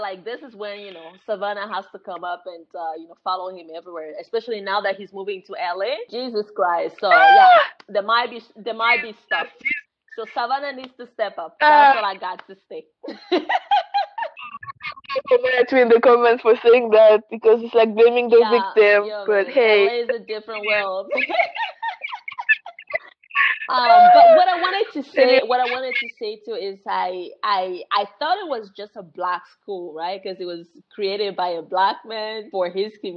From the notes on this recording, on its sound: Sorry for the poor audio